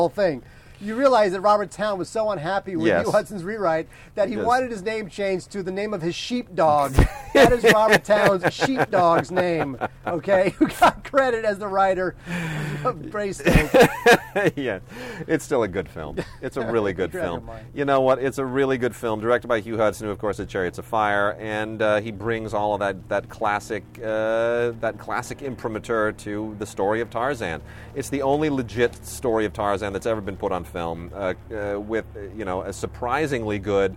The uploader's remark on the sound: Our first podcast recorded outdoors! (It was a disaster).